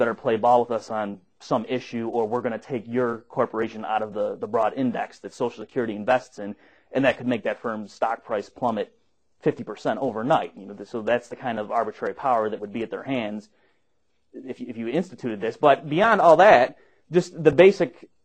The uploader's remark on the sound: Recorded at the Mises Institute